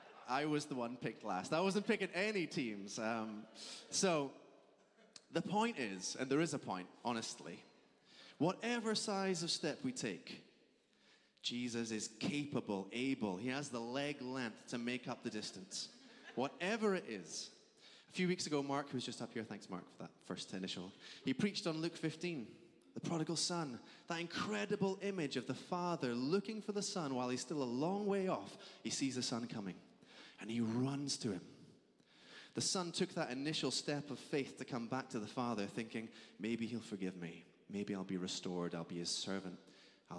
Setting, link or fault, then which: setting, large echoing room